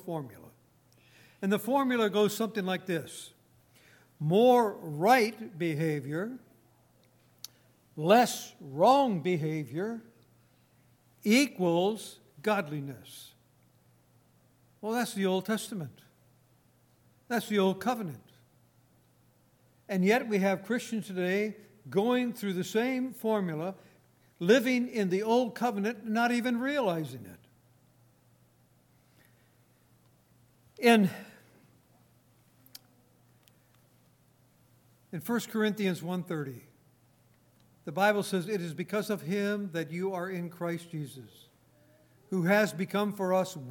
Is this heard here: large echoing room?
yes